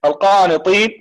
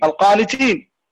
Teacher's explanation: فيجب أن نحقق هنا صفة الإطباق في الطاء، والإطباق كما سيأتي معنا هو التساق اللسان أو التساق طائفة اللسان مع الحنك الأعلى وانحصار الصوت بينهما، هذا الإطباق. فهنا لو لم نأتي بصفة الإطباق في الطاء لتحولت أو لصارت تاء · Shown in: first take